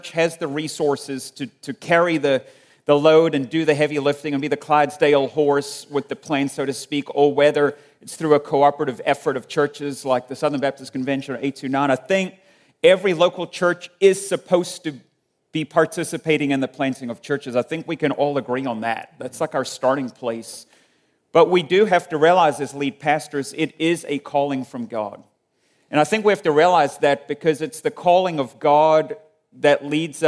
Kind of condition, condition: setting, busy venue